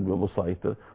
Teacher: الصاد بتتفق مع الطاء في الاطباق بتاعها